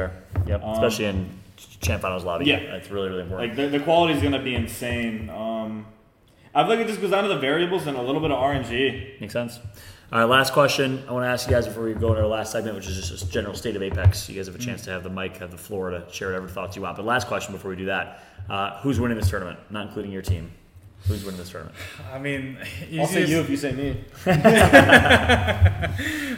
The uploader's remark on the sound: LIVE FROM BIRMINGHAM DAY 1